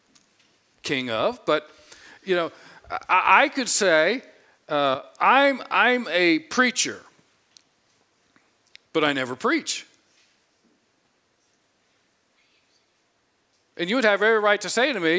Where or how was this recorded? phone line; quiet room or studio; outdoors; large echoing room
large echoing room